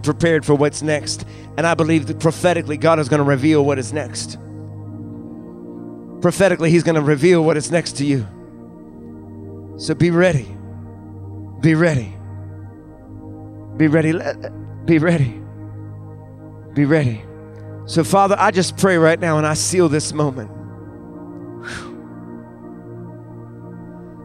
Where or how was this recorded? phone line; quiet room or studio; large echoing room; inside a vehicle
large echoing room